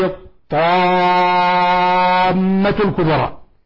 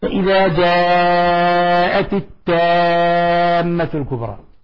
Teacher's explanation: يجي اقرأها فإذا جاءت التامة الكبرى، هذا خالف عرف القراء بأن عطل صفة الطاء وهي الاستعلاء والإطباق وقلبها إلى استفال وترقيق · Shown in: second take